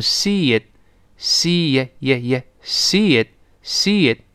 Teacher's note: 跟其他元音连读时，中间人为的要加一个 e 这个声音